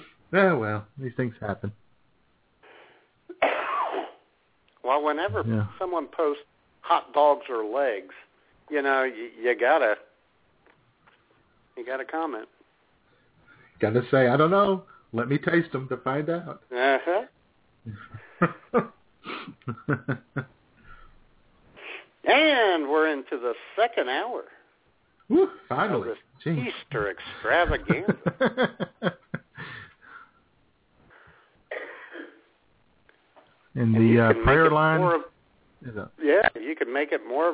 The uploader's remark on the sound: your phone calls on this week’s IWS Radio Show